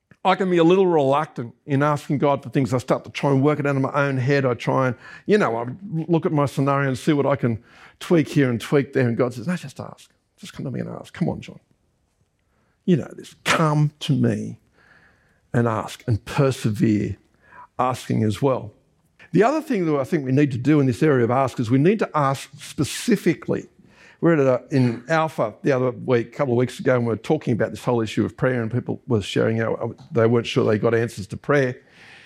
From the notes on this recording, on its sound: This was recorded during our Sunday AM service on 17th September 2023